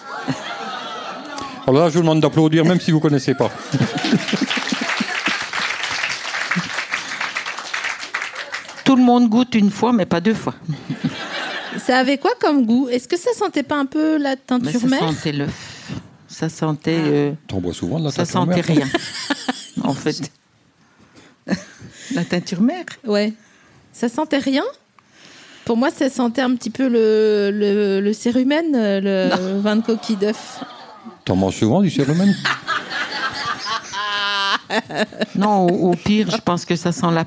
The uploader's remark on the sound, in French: Cet épisode a été enregistré le 7 septembre 2019 à La Nouvelle Seine (3 Quai de Montebello, Paris 5e).